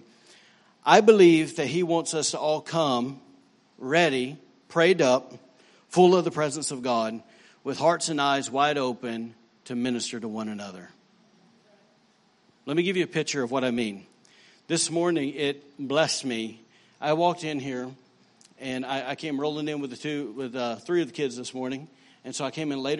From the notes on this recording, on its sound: Recorded on Sunday, June 3, 2018, during service at The Anchor Church in Rockport, Maine.